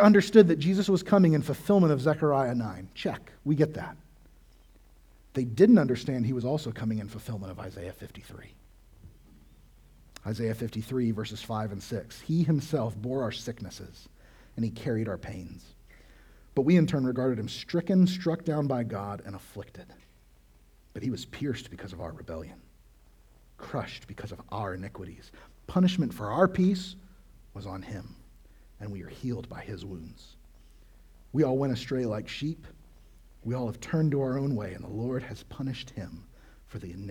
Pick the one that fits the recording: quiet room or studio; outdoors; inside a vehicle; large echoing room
large echoing room